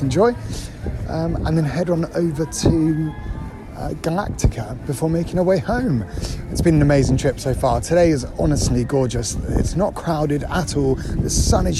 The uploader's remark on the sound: AT THE PARK: Alton Towers. Enjoy the sounds of the park.